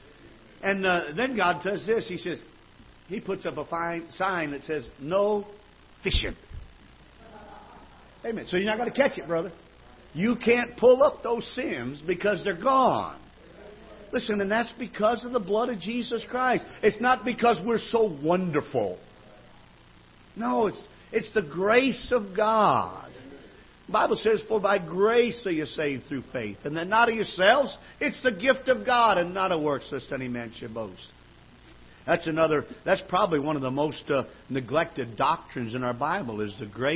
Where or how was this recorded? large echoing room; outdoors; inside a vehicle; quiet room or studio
large echoing room